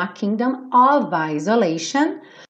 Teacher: esse of sempre vai ter som de V